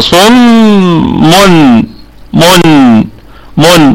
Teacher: هنضم الميم الأولى ثم نبسط في الثانية